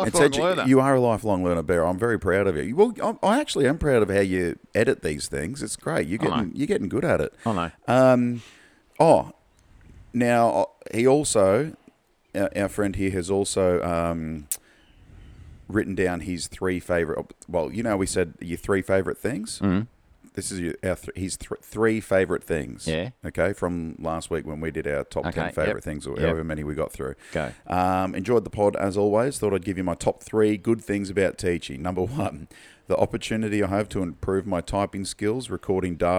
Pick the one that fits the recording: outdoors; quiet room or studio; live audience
outdoors